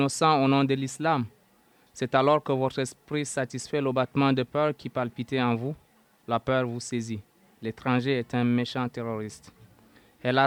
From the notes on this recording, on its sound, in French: lors de notre enregistrement à la pendaison de crémaillère du BAAM